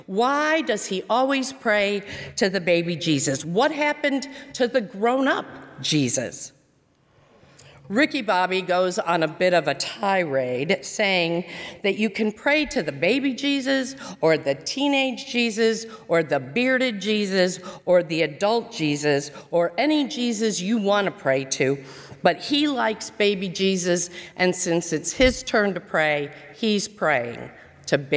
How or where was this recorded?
large echoing room